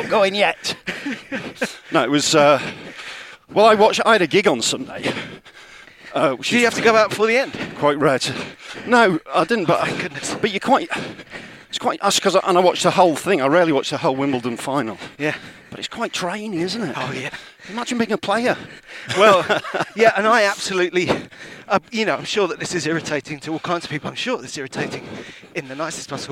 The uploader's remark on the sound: On the first half of a long run round Hampstead Heath